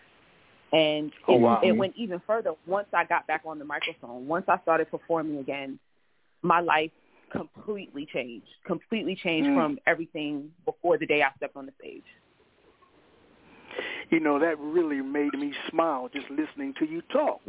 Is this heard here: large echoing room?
no